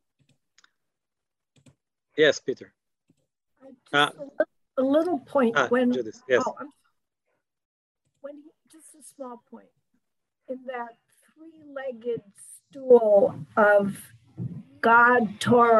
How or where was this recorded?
video call